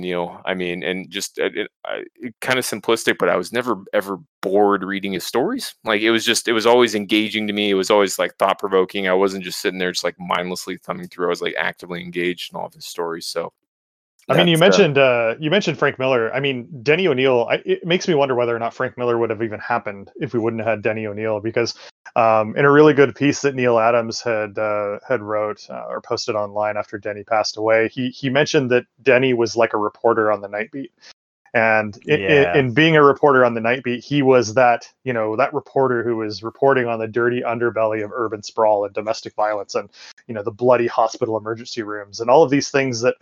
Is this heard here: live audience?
no